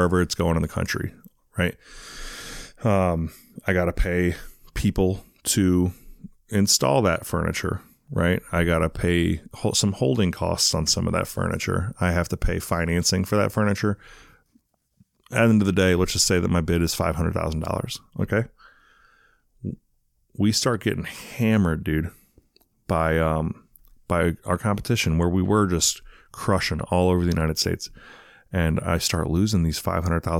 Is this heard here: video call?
no